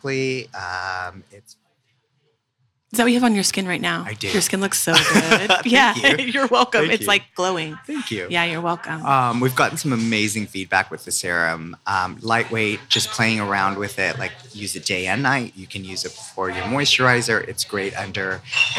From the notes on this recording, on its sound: Live from Habitat in Byron Bay